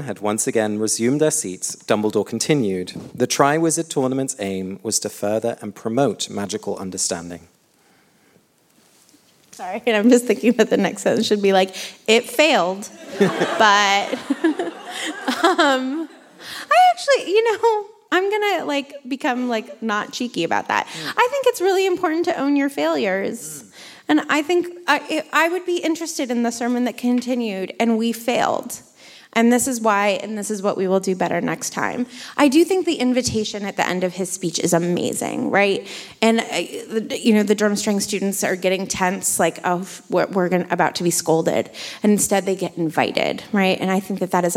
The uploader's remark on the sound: Live from London. This week we come to you live from our London show.